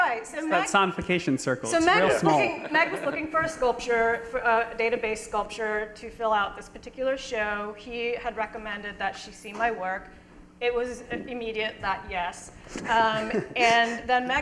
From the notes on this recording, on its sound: A science and art conversation series that takes place in a pub-style setting. Panelists engage the audience in an open discussion.